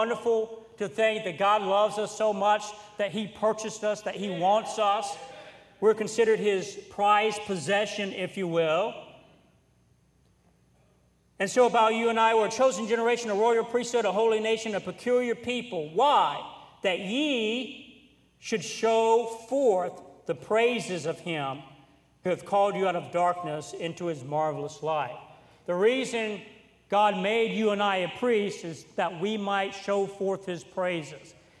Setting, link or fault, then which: setting, large echoing room